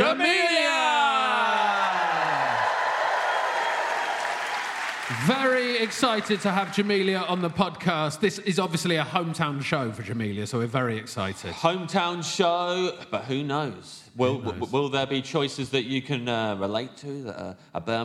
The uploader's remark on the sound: It’s our first episode from the Off Menu live tour! Live at the Birmingham Hippodrome.